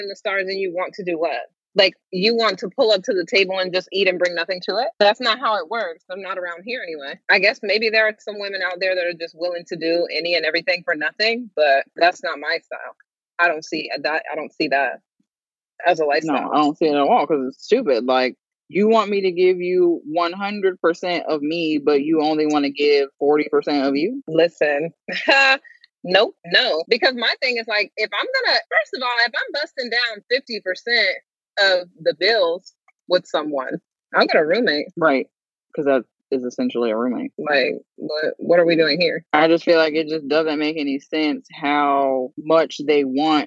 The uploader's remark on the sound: Sit and chat with us as we drive and run errands in our "carcast" episode.